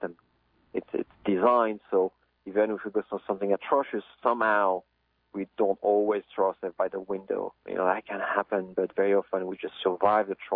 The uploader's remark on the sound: we converse by telephone